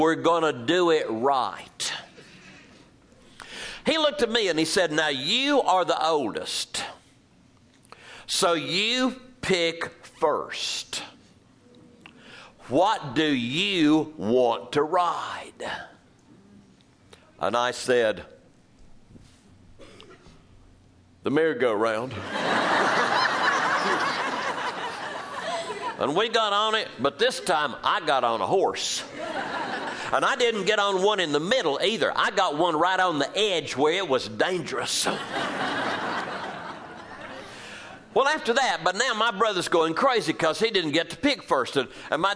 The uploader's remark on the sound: Live from Fearrington Village